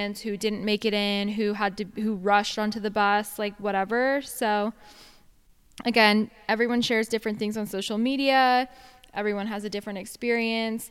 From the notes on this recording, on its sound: We're coming at you live for this episode from Coachella!